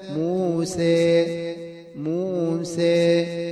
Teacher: الممال الذي يلحقه شبه الكسر ولكن يكون إلى الكسر أقرب